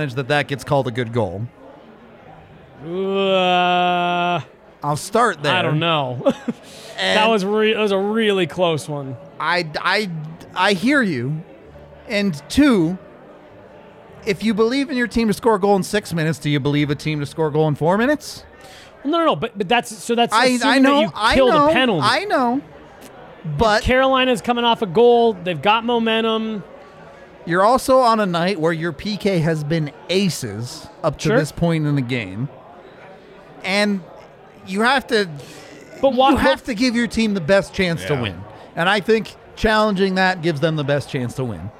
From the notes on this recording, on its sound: LIVE from the DNVR Bar